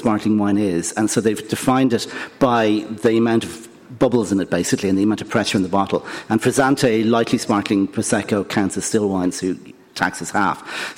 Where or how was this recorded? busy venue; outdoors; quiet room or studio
busy venue